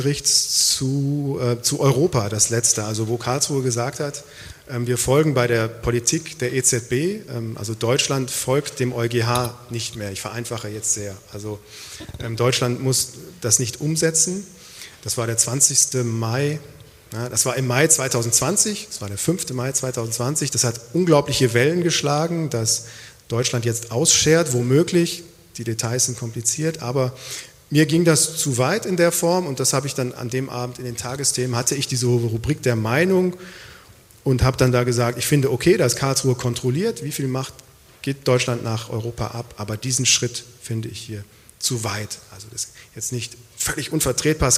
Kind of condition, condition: setting, live audience